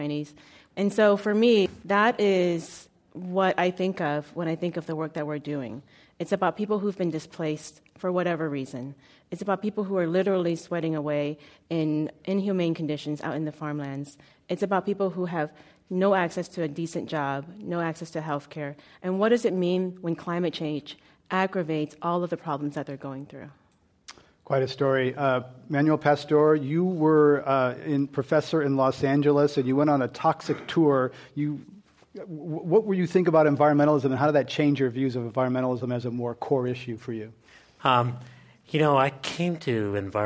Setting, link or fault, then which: setting, live audience